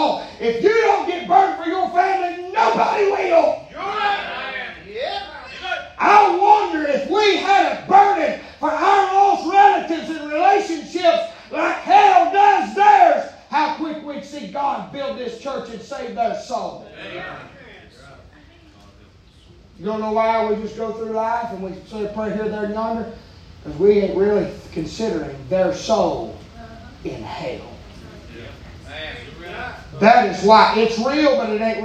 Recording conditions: large echoing room